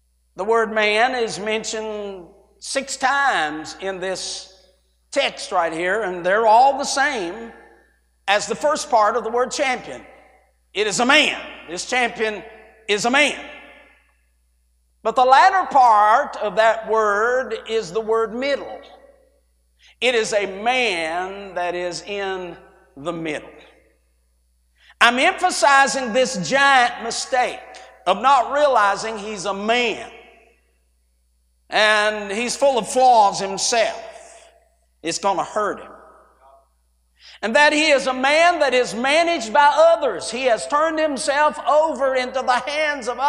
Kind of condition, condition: setting, large echoing room